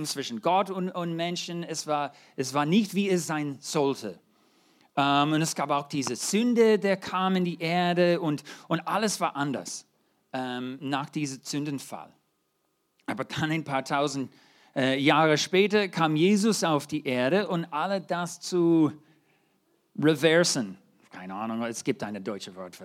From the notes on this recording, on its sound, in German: 2023 in der Gemeinde Kaleo Schopfheim aufgenommen.